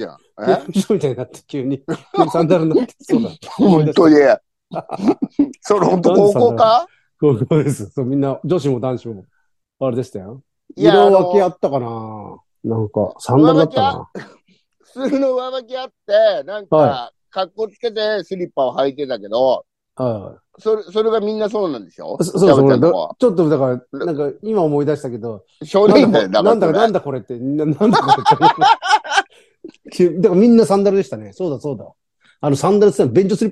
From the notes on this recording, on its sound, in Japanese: ZOOMで収録。